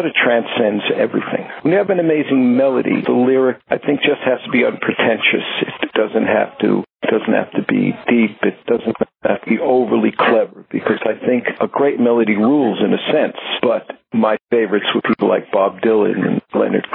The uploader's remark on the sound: This interview recorded over the telephone was done a few years back.